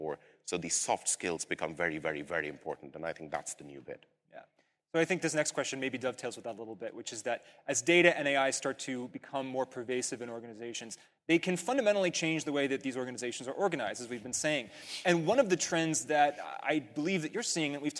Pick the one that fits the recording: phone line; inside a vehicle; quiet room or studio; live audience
live audience